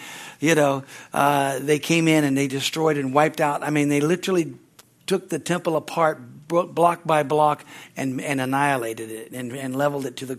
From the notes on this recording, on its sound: from the Sunday service on October 16, 2023 at Harvest Bible Church in Stockton, California